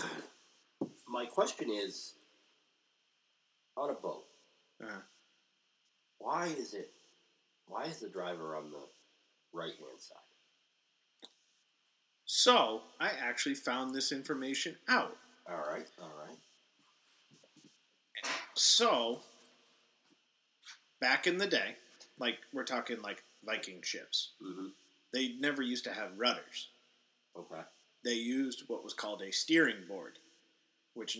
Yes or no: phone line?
no